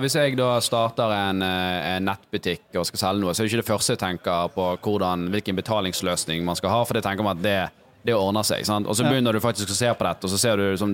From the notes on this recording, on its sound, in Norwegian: Live intervjuer på Norway Fintech Festival. Økonomiamatørene setter opp studio på scenen i Media City Bergen som huser Norway Fintech Festival. Live fra scenen inviterer vi inn spennende gjester.